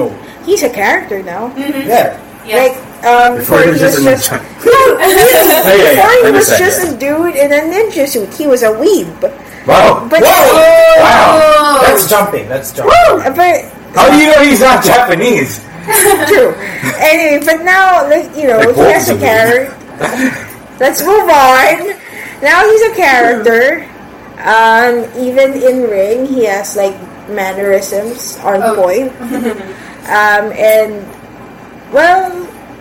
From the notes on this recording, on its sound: You'll have to excuse us for the quality of this week's episode, as we encountered some technical difficulties beyond our control!